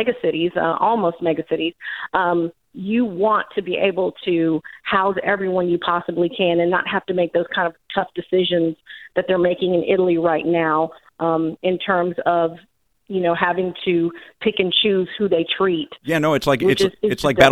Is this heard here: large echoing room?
no